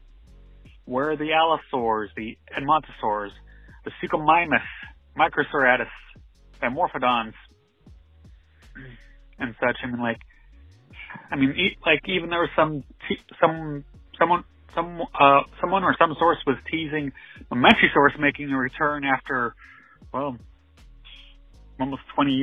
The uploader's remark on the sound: We reached out to our listeners and the Jurassic Park fan community to get your thoughts and concerns on Season Two of Jurassic World Camp Cretaceous . Every single person who called in to share you thoughts.